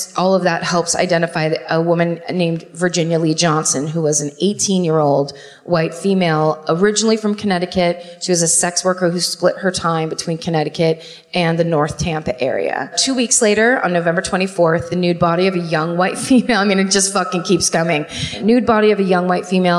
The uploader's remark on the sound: Live at the Tampa Theatre in Tampa.